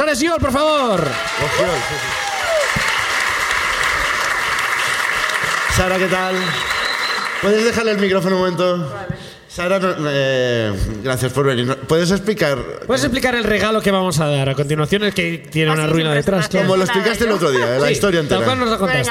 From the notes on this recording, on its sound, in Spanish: El público de Barcelona comparte sus ruinas